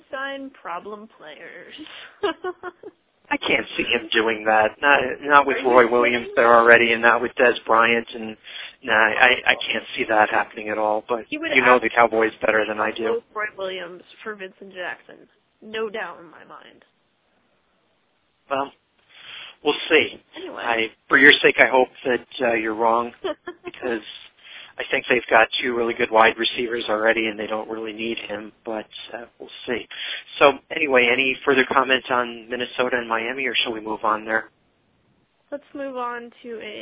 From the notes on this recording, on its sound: fan interaction via phone